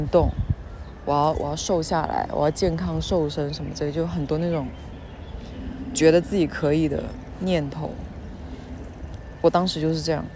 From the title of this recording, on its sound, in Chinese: 带你们去公园散步，杂音很大